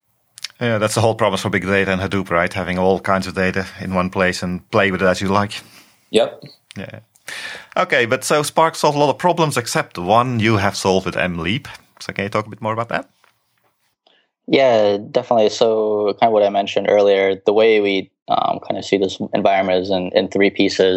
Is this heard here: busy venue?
no